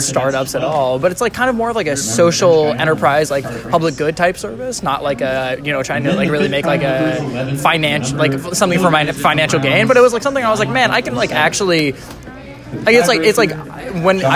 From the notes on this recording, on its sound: Recorded during trivia night at The Stacked Pickle.